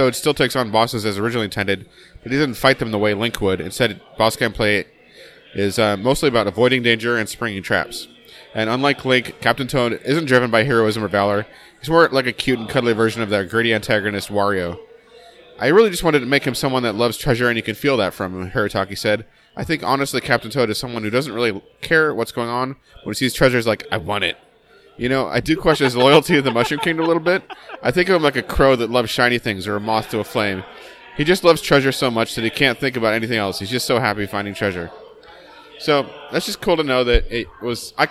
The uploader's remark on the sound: This week we are live again from another local tap house.